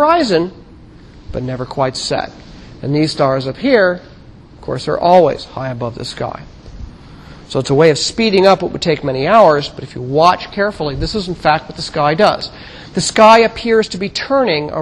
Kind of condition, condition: setting, large echoing room